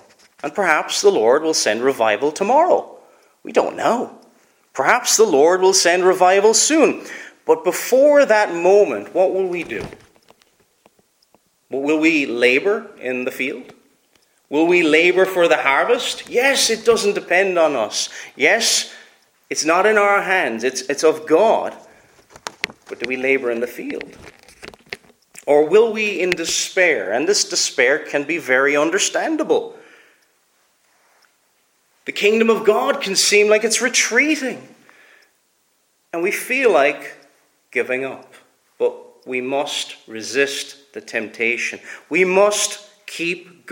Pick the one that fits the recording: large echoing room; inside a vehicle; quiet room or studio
large echoing room